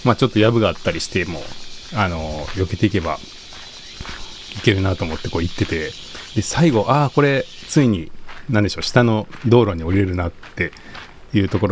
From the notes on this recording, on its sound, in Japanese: 公園や森の収録。015夜の公園はヤンキーよりもセミが怖い。